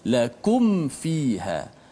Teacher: Sebab mim dengan huruf waw dan min dengan huruf fa, dia sudut ni dekat. Ha, ketiga-tiganya melibatkan bibir belaka. Mim bibir, fa juga bibir, waw juga bibir. · Term: izhar syafawi